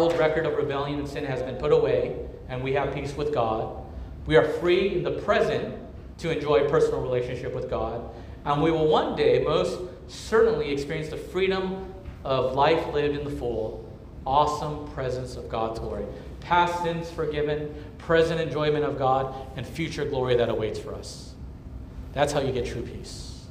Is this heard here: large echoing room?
yes